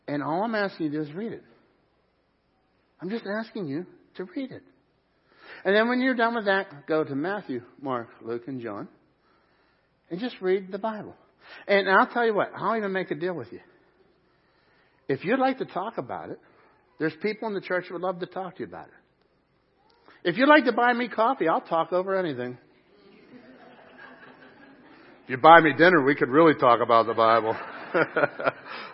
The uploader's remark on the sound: Crossroad Ministries Live Service